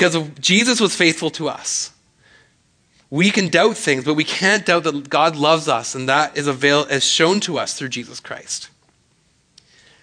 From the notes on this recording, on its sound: speaks at SouthRidge Fellowship, a Langley church.